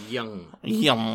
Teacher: Изначально э, юс малый означал такой звук э, ем, причем именно гнусавый обязательно. Ем.